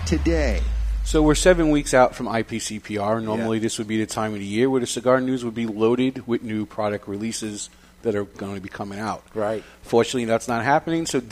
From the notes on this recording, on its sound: live from Two Guys Smoke Shop in Salem, NH